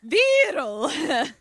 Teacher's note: But I like that you say with a little rolled R there.